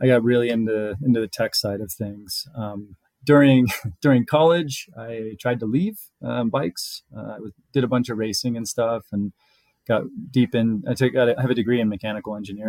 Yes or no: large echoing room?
no